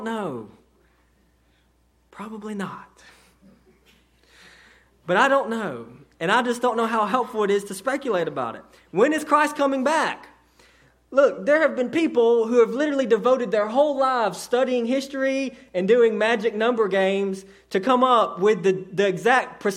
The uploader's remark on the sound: a sermon delivered to Cottondale Baptist Church in Eastman, GA on 2/11/18 during the 6:00pm service